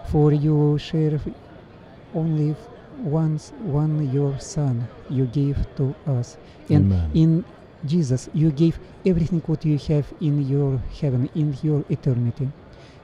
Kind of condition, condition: setting, busy venue